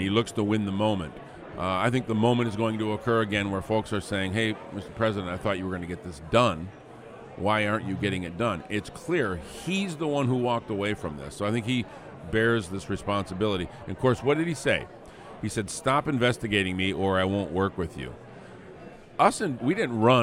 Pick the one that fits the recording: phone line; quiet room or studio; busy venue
busy venue